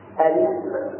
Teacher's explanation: الأول الابتداء بهمزة الوصل مفتوحة فتكون صورتها هكذا الاسم، تبدأ هكذا الاسم الوثوق بعد الإيمان.